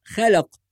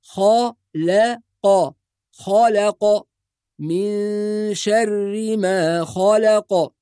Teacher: نفخم الخاء والقاف ونرقق اللام فقط · Shown in: second take